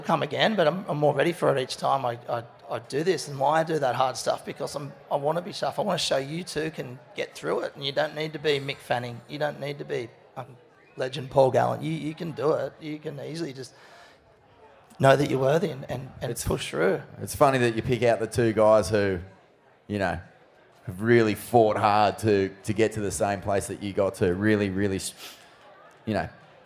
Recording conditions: busy venue